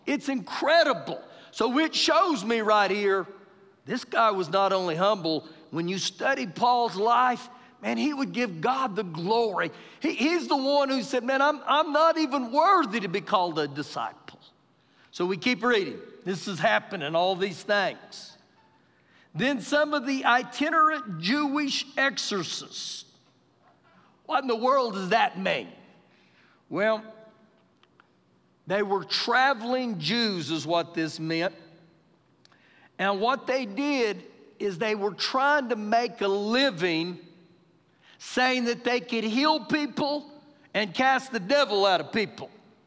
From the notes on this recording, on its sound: Recorded live during our Wednesday night service